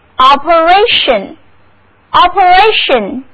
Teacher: 重音放在第三个音节上